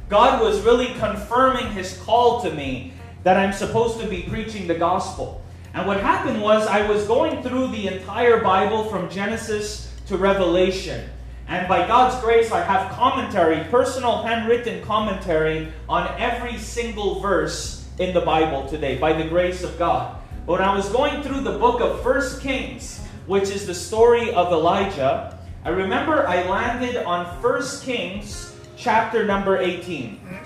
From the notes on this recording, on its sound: On this live Friday night at the cafe